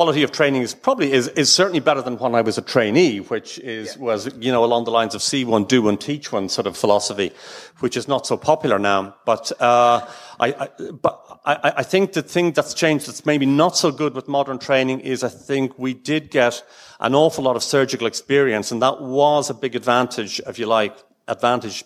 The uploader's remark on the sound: Join us for this special LIVE edition of the Orthohub STORIES podcast. Recorded at the annual BOTA 2023 Congress.